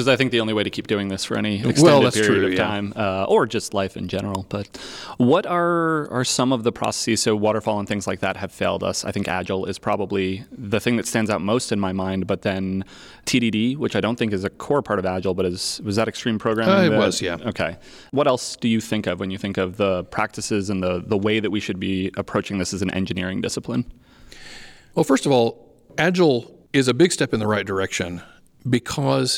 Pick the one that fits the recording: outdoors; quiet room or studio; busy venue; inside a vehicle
busy venue